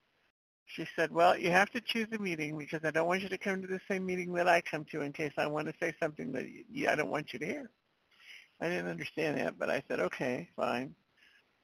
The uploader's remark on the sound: 100 Pounders Phone Meeting